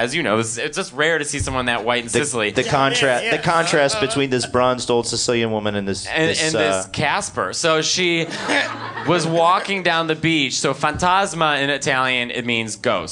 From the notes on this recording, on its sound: In this LIVE episode from Union Hall in Brooklyn.